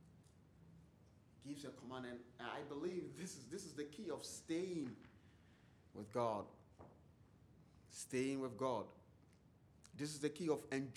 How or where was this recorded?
large echoing room